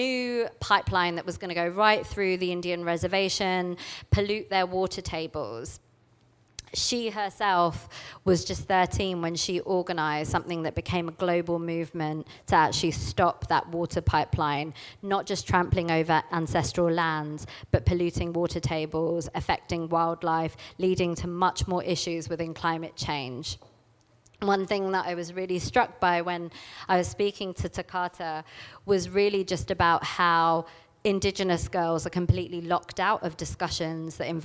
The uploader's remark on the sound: This talk was recorded at She Loves Plants 2019.